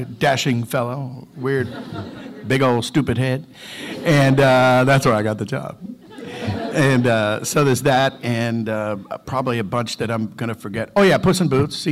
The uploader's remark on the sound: Panel From Pensacon 2016